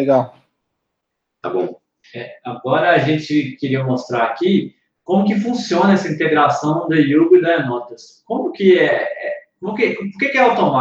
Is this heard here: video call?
yes